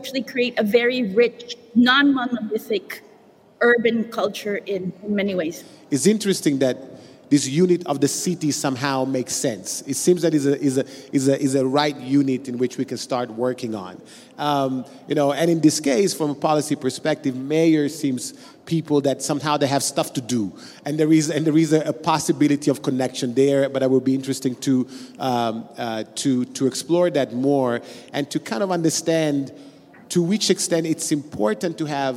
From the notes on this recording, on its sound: Today’s episode was recorded during the last Milano Design Week in a panel discussion